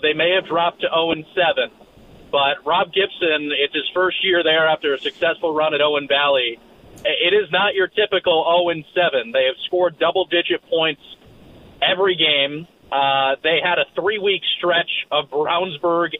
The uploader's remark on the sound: calls